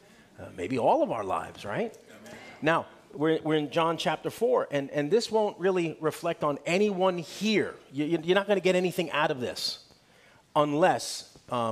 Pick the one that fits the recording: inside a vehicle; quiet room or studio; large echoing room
large echoing room